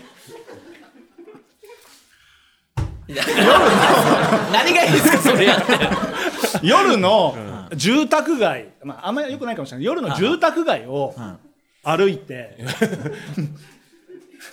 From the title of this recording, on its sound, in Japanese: 公開収録